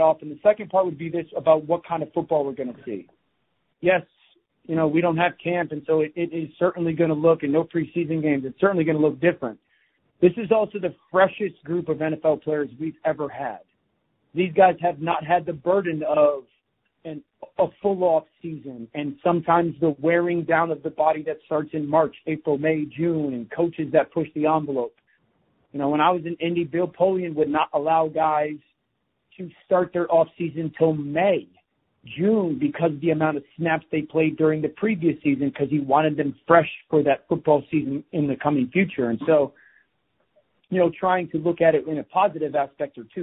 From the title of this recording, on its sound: NFL Live Conference Call